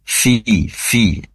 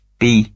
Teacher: Pastikan fa ini huruf yang memiliki sifat hames, yaitu mengalirnya nafas atau udara, yaitu mengalirnya dari disebabkan karena ujung gigi seri atas nempel ke bibir perut bibir bawah · Shown in: first take · Sehingga dari situlah keluar fi.